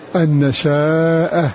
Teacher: حيث ورد بفتح الشين ومدها